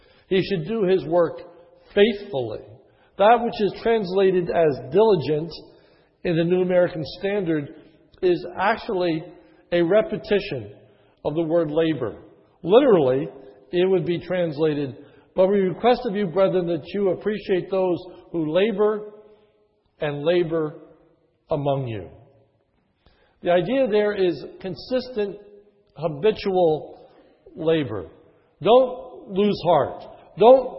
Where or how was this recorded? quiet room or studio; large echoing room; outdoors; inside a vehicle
large echoing room